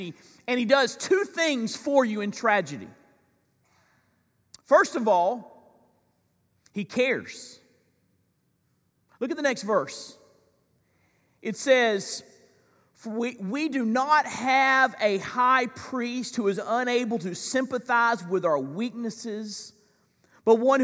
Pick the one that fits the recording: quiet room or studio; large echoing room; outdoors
large echoing room